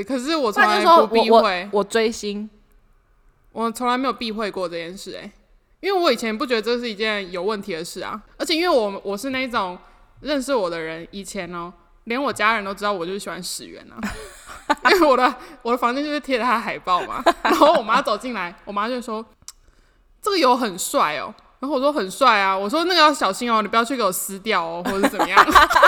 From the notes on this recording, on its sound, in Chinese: 我們換了一個大空間錄音導致收音狀況會有較大回音，敬請見諒